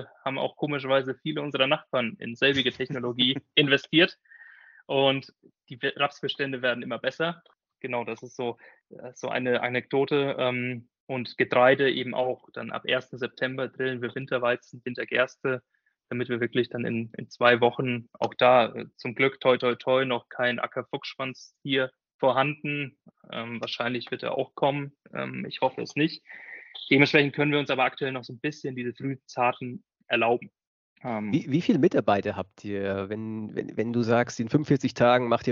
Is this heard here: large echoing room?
no